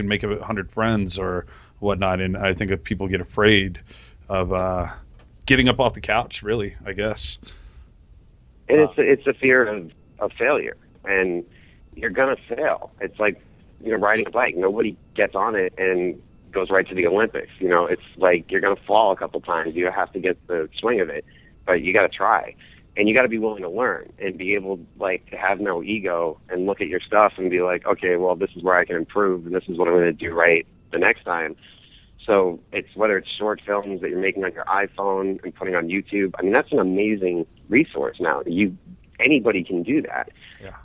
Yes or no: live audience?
no